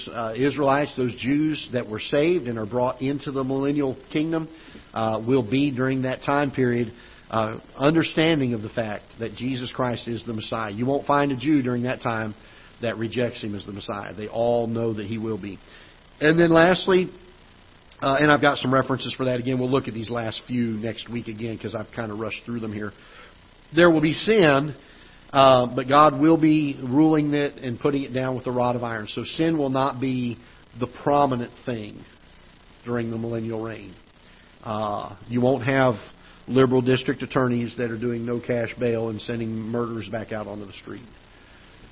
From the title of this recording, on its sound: Ketha Heights Baptist Church ~ Live Broadcast